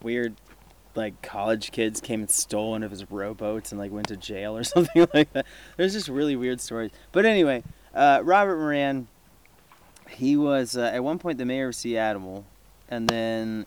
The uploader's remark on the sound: During my visit to the San Juan Islands. While enjoying a few drinks around the campfire, as you do.